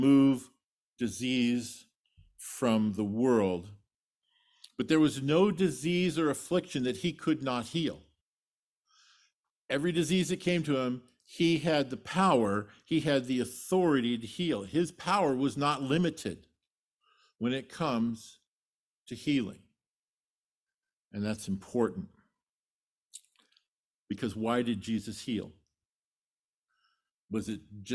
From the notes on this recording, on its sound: Sermon delivered at Trinity Community Church